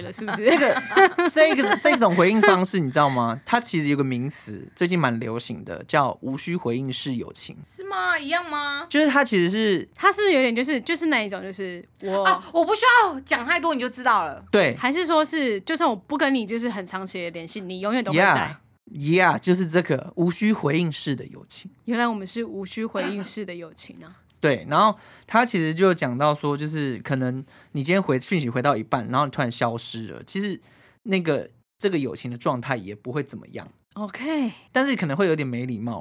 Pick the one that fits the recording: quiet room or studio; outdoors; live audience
quiet room or studio